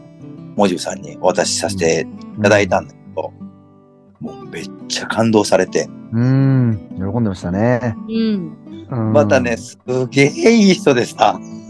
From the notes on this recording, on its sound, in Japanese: zoom収録のため少し聴き辛いです、ごめんなさい